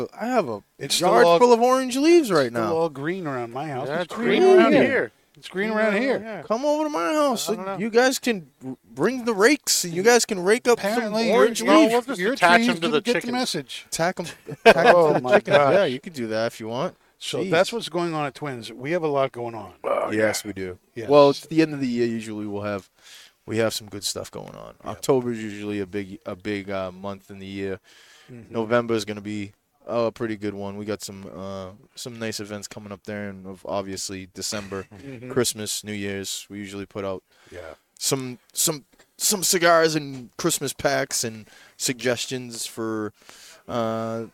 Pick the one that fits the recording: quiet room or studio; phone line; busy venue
busy venue